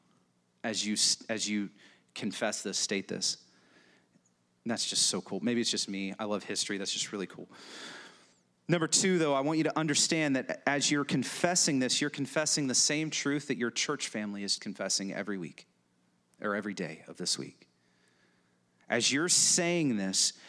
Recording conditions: large echoing room